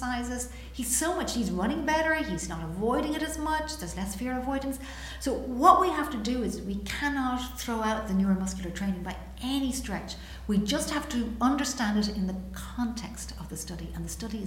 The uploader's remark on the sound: LIVE from the IOC World Conference in Monaco.